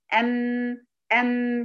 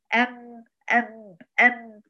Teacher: يكون بانطباق الشفتين. طيب جميل، يصاحب ذلك غنة. الغنة دي بتكون منين؟ بتكون من الخيشوم. · Shown in: first take · طيب العلماء سموا الجزء الشفوي من الميم النصف المكمل للجزء الخيشومي من الميم، والجزء الخيشومي من الميم هو الجزء المكمل للجزء الشفوي من الميم.